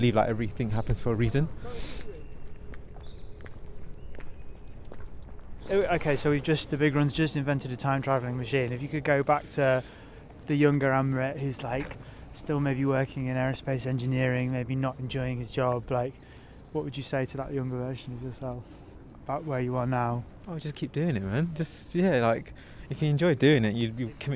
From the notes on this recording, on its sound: Welcome to a bitterly cold Victoria park for a second time this week. Recorded live in the park. Took a stroll to chat.